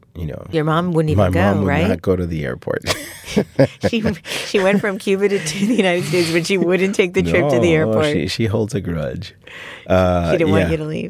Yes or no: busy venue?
no